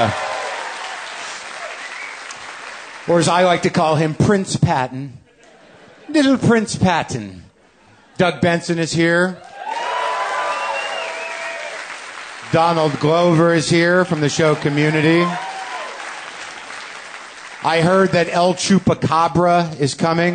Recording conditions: live audience